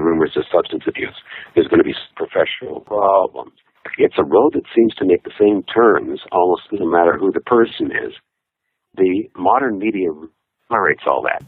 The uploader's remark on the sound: We’ll tell you right now, this was a phoner. That’s what we call a telephone interview, but the connection was not crystal clear.